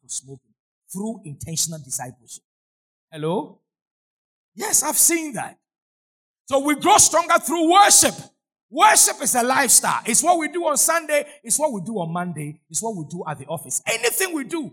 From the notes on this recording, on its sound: Sermon preached at CBC Shiashie Campus